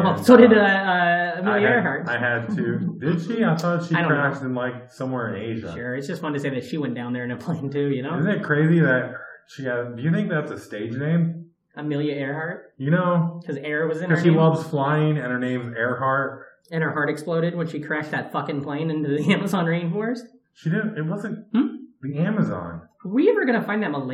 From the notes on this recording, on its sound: The audio quality is a little rough on this one because it was recorded early on in the run (3 studios ago).